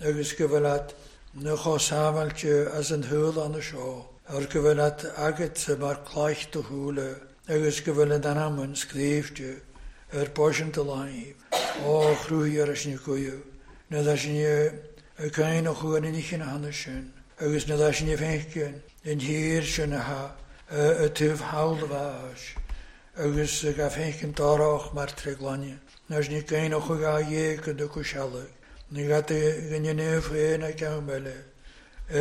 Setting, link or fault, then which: setting, large echoing room